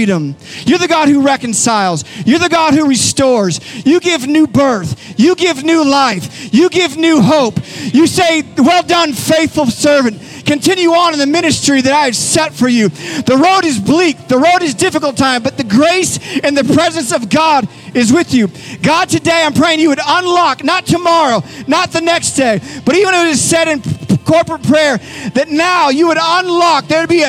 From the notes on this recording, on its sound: Recorded live at Capital Church in Meridian, Idaho